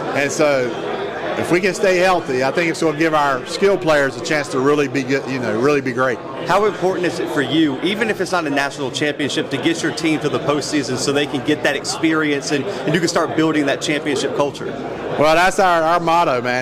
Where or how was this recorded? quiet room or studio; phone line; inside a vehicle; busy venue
busy venue